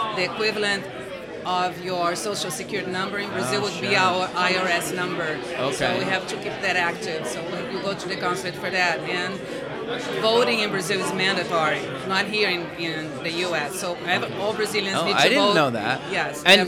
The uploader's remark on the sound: Live at the MEAs